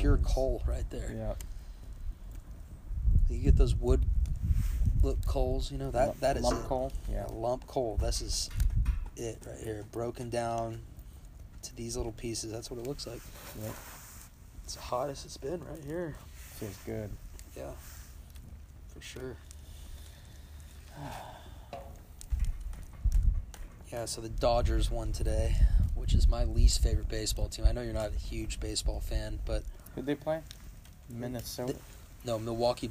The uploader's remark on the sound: travels out to the country to have a fireside chat